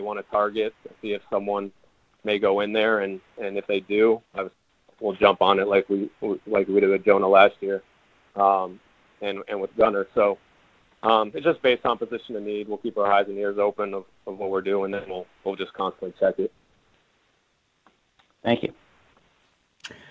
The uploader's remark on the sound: held a conference call with reporters